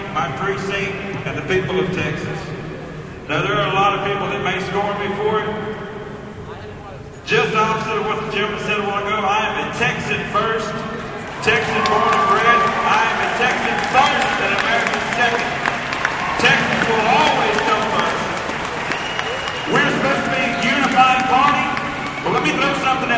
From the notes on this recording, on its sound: This is actual audio of the Texas independence debate from the floor of the 2016 Republican Party of Texas state convention.